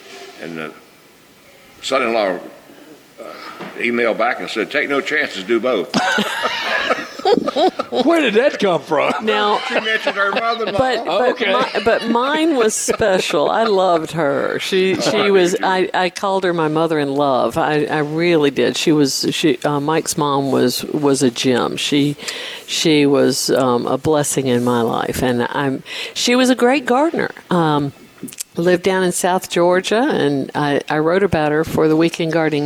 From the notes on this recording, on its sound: broadcasting live from Logan's Trading Company